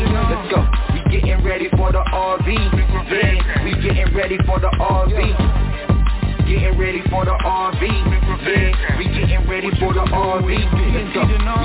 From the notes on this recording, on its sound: TNTSuperfantastic Conference Call - Wednesday, May 25, 2022.